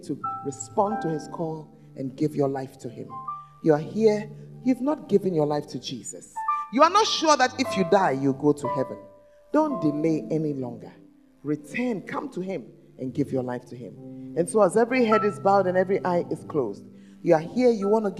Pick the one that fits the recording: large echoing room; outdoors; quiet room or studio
large echoing room